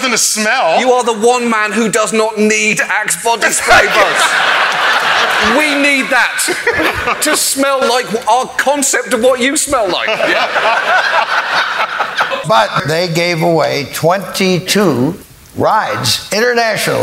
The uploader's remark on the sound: StarTalk Live at Town Hall. On StarTalk Live’s mission to explore Town Hall in NYC.